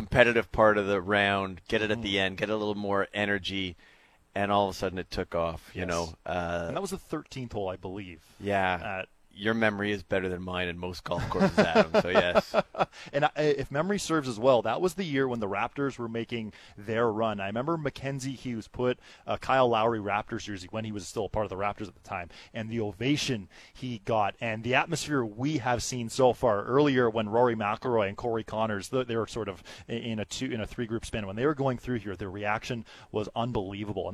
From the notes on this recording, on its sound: Today, we are live from the Rink Hole during the 1st round of the RBC Canadian Open!